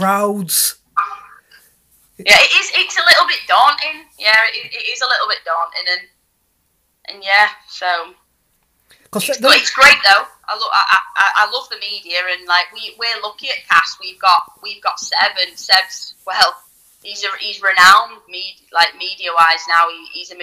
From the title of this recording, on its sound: On the phone